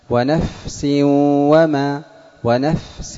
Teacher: الفاء الهمس. وما هو الهمس؟ جريان النفس